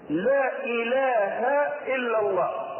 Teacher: حرف مد في آخر الكلمة وإله الهمز في أول الكلمة وهو من جنس المد المنفصل الذي يجوز فيه القصر